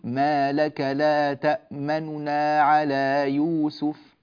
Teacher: فأنا عندي إما الروم، الاختلاس، الإشمام، كلها تعبيرات تعبر عن عمل واحد في هذه الكلمة، فنقول ما لك لا تأما، لاحظوا ما فتحة كاملة نو نو، لاحظوا الفرق بين ما نو نا ما نو نا نو، هكذا يعني نون خفض الصوت مع الإسراع فيه، ثلثا حركة فقط مش حركة كاملة